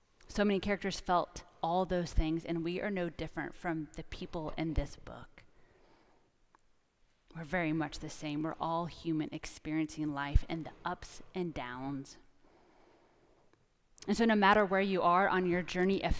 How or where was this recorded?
large echoing room